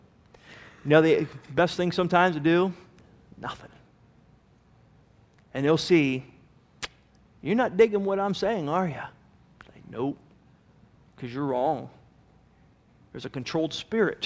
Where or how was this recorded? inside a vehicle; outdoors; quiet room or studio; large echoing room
large echoing room